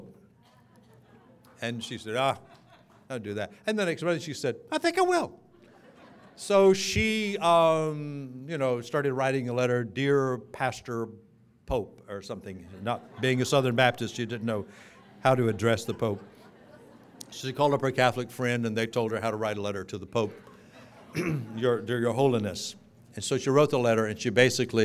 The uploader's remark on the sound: Keynote from the Being Ageless Conference in Fort Lauderdale, FL in 2007